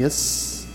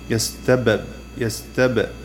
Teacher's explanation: لاحظ الفرق بين السين يس، هذا حرف رخو، يس وطول الحرف، يستبب يستب الباء هذه شديدة صوتها قصير · Shown in: second take